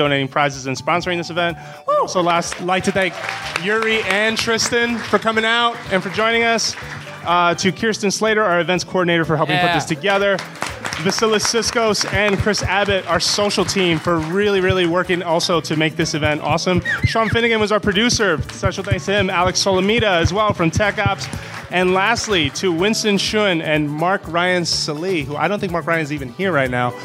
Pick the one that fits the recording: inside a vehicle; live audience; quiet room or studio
live audience